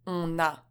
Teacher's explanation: When a nasal such as on comes before a vowel, the N is pronounced. On a. The lesion is obligatory, and mastering it is essential to your speaking and understanding of spoken French. · Term: La liaison